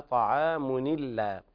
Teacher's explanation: قرأ ورش بنقل حركة الهمزة إلى الساكن قبلها